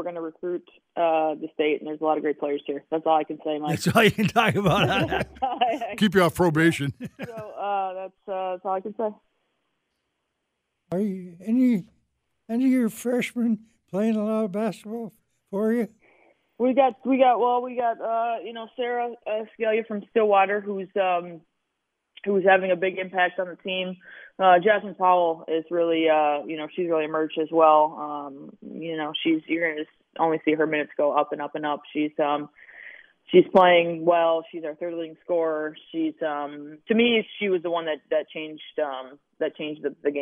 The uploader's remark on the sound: They also open up the phone lines and take your calls.